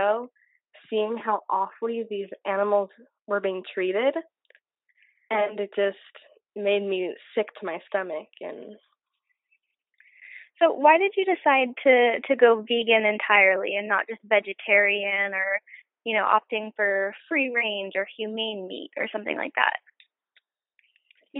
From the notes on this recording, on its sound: do a quick phone call with me